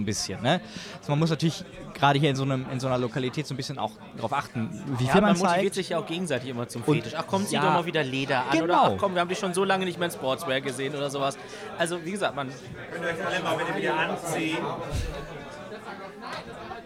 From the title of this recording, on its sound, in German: Live vom U35 Fetisch-Stammtisch in Hamburg